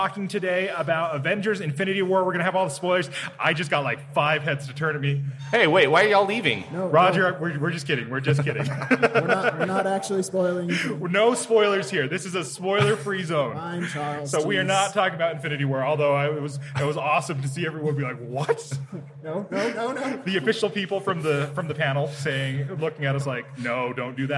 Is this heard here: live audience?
yes